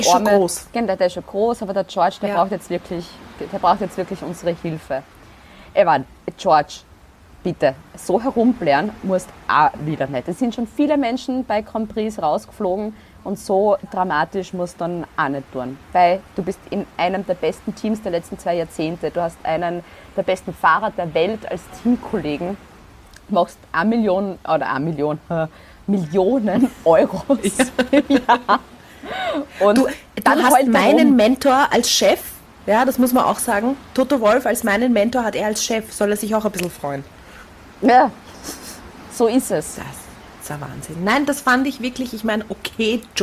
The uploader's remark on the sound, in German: Hintergrundgeräusche gibts oben drauf